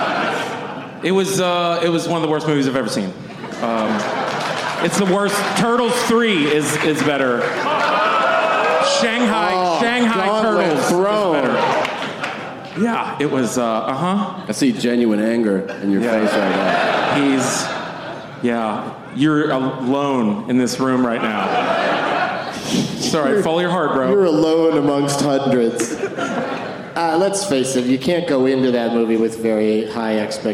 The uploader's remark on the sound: Live from the Pittsburgh Improv